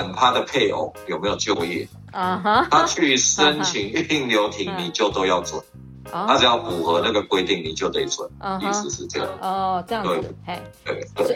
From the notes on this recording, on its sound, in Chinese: 以call out的方式訪問。音質較不穩定，敬請見諒！